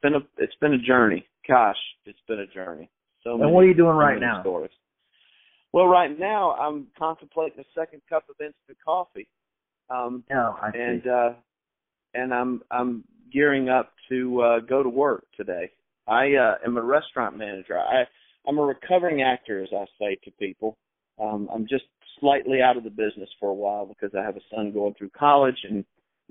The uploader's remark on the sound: on the phone telling stories and laughing